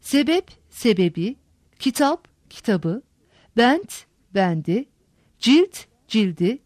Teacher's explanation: Bu gibi alıntılar ünlüyle başlayan bir ek aldıklarında tonsuz sert ünsüzler tonlulaşır, yumuşar.